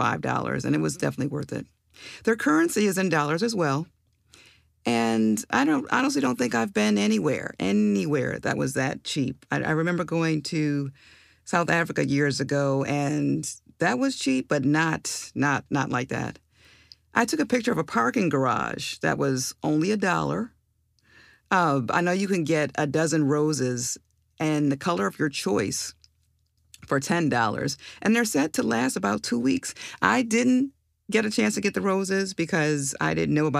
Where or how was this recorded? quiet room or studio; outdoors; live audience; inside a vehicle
quiet room or studio